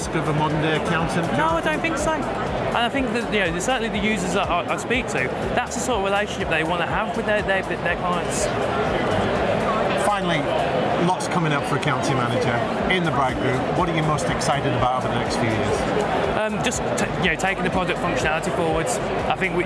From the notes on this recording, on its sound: Live from Europe's Biggest Event 'Accountex'. Live interviews from Accountex 2022 in London. AIBN were the official broadcast partners of the event which featured the great and the good in the world of accounting and the many software/fintech vendors to the profession.